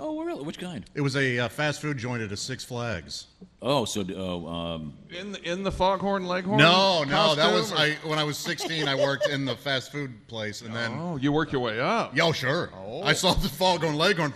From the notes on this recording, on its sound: live from the Bourbon museum in Louisville